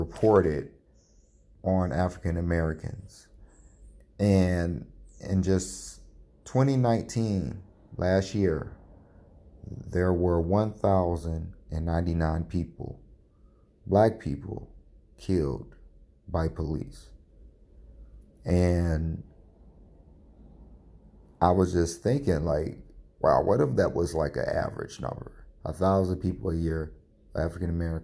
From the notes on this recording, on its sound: Had to record on my phone for this one along with allergies what a day.